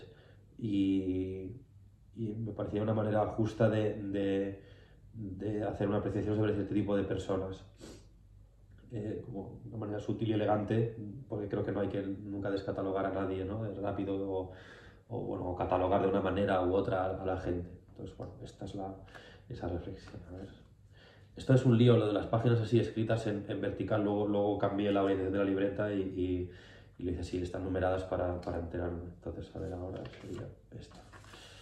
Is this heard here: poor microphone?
yes